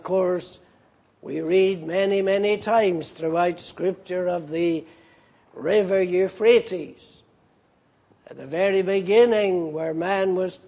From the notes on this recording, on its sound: Preached in Grafton. At the Lord's Day Morning service on 12th August, 2018.